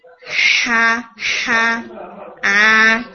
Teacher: تھوڑا سا نا ڈائریکشن آف ساؤنڈ کو بھی تھوڑا سا فیل کرنے کی کوشش کیا کریں کہ جو ساؤنڈ ہے وہ آپ کی ان سائڈ جانے کی بجائے جو ڈائریکشن ہے نا ساؤنڈ کی وہ آؤٹ ورڈ ہونی چاہیے. یا آ سٹارٹ آپ کا انیشیل جو آپ کا سٹارٹ ہے ساؤنڈ کا وہ وسط الحلق سے ہوگا اور ساؤنڈ اسموتھلی ٹریول کرے گی آؤٹ ورڈ. ٹھیک ہے، اسی طرح سے ہا ہا آ، ٹھیک ہے، ان لیٹرز میں ساؤنڈ کی جو ڈائریکشن ہے وہ منہ سے باہر کی طرف آنی چاہیے.